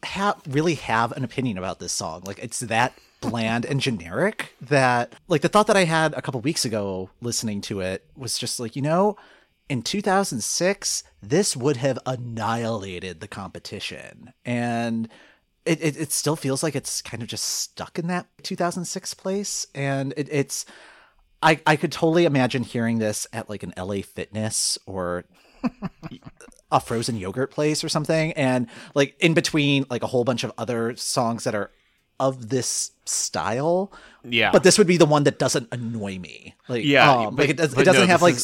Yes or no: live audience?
no